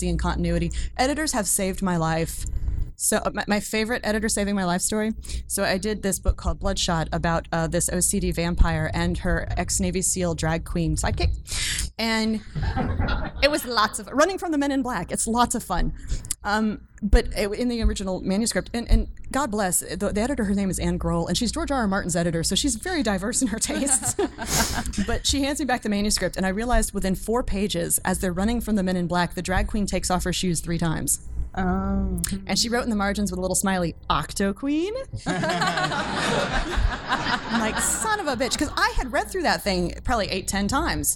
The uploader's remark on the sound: This weekend at DragonCon 2015 in Atlanta. For an hour in front a live audience of Sword & Laser enthusiasts!